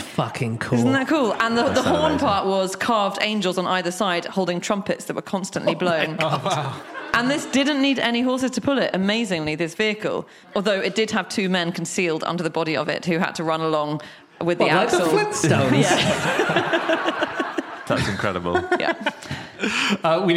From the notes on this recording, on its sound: Live from Exeter